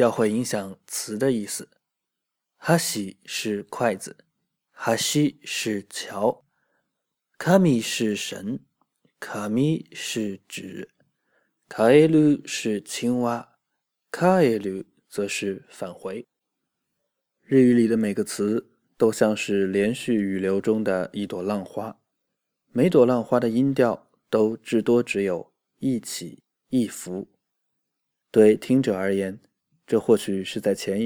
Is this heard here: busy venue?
no